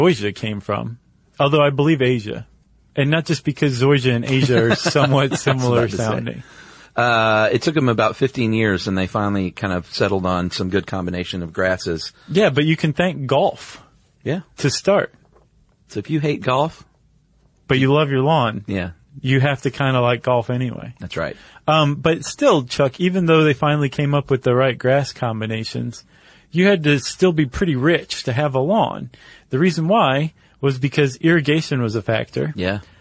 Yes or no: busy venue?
no